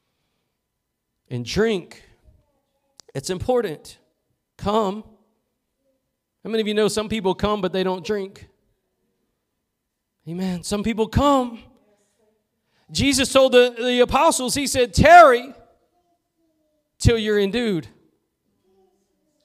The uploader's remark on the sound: Preached at Gospel Lighthouse in Bossier City, La.